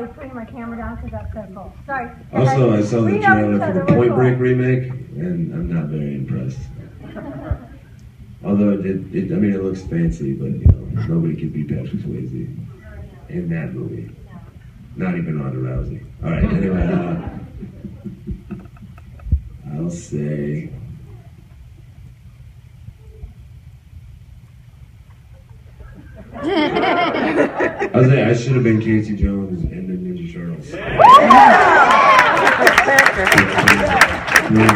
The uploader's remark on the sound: Q&A at Wizard World Pittsburgh 2015